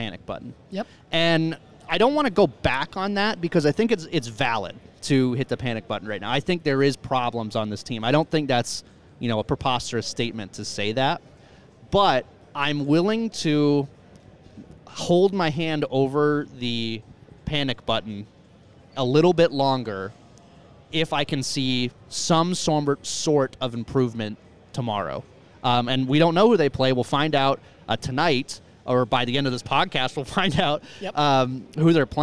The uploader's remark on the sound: LIVE (at the time) from the Major II Tournament at Mystic Lake!